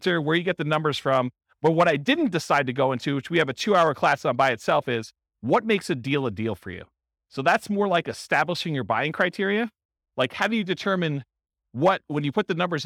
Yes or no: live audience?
yes